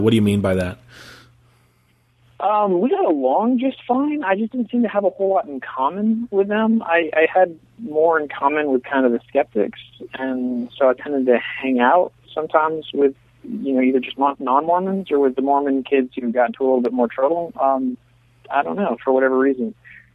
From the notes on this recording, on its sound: We apologize in advance for the audio quality from this interview. We had some Internet connection difficulties, which resulted in conducting the interview via telephone.